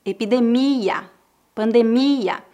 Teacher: a sílaba tônica dessas palavras é no final